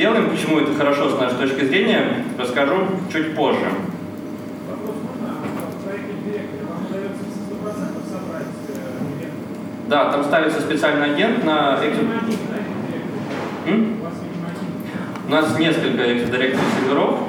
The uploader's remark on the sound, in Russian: ZeroNights 2014 и «Открытая безопасность» представляют аудиозапись докладов с конференции. Workshop 1, Defensive track.